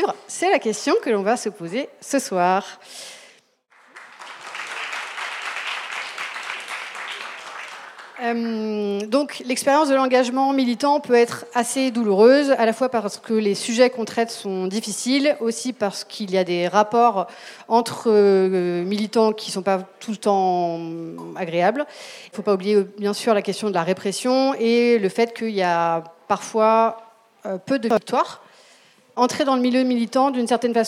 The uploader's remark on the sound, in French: Conférence enregistrée en public à la REcyclerie.